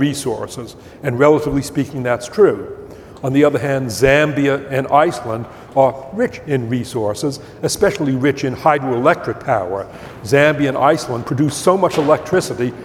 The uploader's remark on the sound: Upfront Summit 2020. Background noise in this video due to high winds outside the theater where this was filmed.